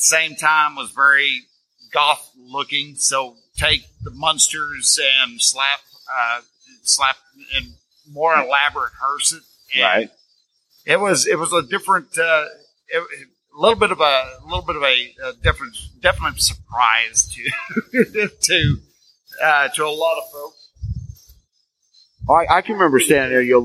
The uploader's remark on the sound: Live From Mission Critical. Now the sound quality isn't the same level that I am used to cranking out but that is part of the fun of trying new things out.